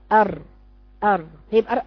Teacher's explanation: مخرجه من طرف اللسان من جهة ظهره وما يحاديه من لثة الثانيتين العلويتين بالقرب من مخرج النون · Term: الراء